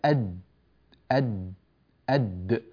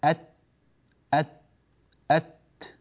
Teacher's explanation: لاحظوا أين التصق اللسان، نجد أنه التصق في منبت السن من الداخل